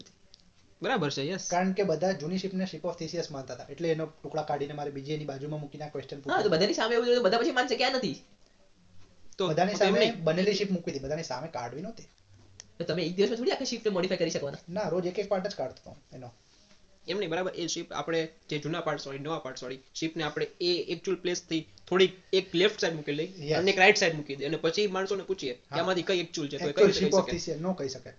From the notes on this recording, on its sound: Apologies for bad audio